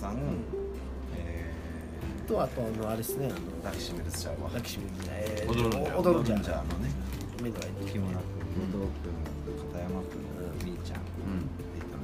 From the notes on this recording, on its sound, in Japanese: 神戸、SPACE DOG!RECORD(お店)より。